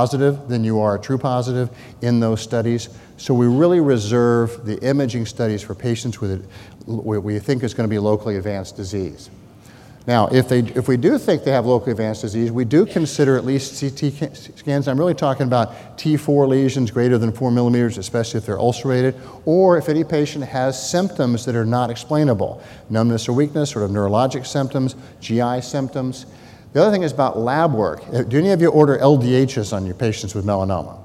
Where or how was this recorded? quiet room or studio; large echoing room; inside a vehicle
large echoing room